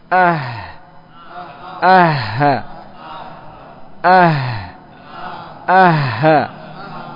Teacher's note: Makhrajnya, tempat keluarnya adalah dari pangkal tenggorokan.